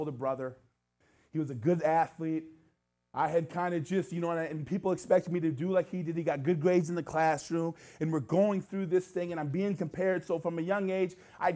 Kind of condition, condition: setting, large echoing room